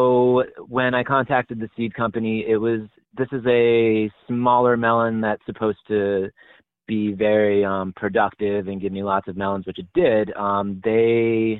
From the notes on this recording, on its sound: your fabulous phone calls!